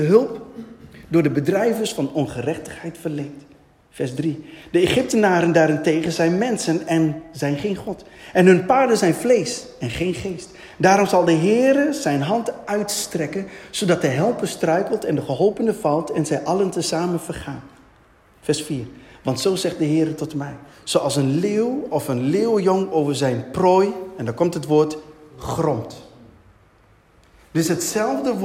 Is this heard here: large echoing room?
yes